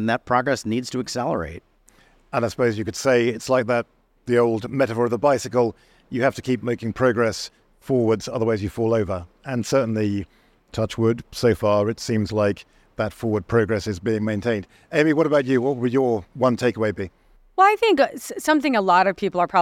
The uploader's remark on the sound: The Energy Gang on the ground at COP28. Part one of our coverage live from the conference. Listen in as we kick off our special podcast series, live from Expo City in Dubai at COP28.